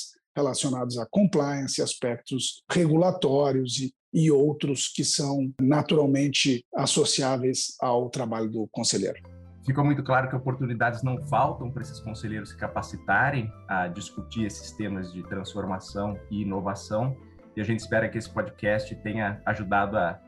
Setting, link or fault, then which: link, video call